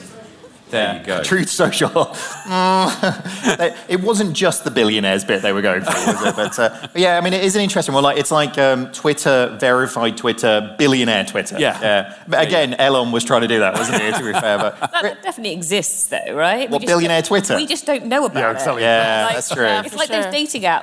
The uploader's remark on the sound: Are joined live on stage at the Village Underground in London.